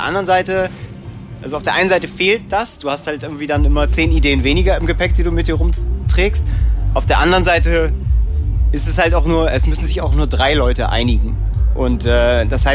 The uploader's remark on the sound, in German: Auf dem Green Juice-Festival 2019. Backstage beim Green Juice, aufgezeichnet auf einem merkwürdigen Stein-Sofa-Kunstwerk.